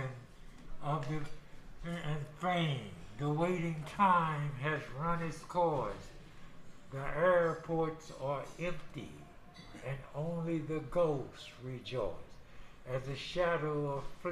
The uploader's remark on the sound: interview Knicks legends at Clyde's Wine & Dine in NYC